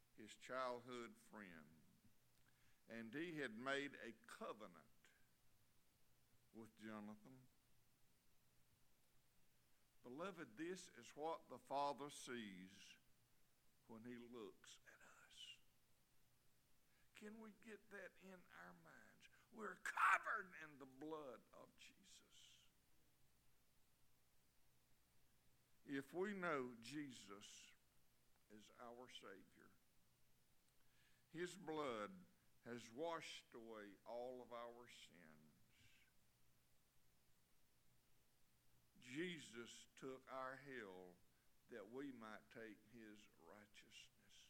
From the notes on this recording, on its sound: Sunday evening service. Liberty Baptist is a wonderful, growing, and encouraging body of believers just outside Tifton in the Harding community.